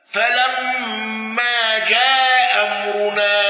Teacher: قالون بإسقاط الهمز الأولى